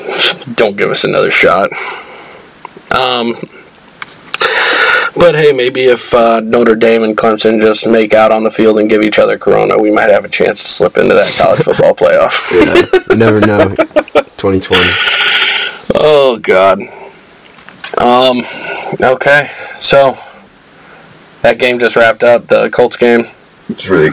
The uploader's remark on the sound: Sorry for the minor hum.